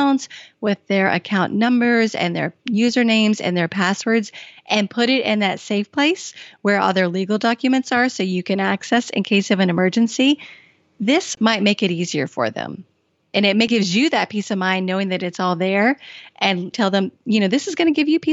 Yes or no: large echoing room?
no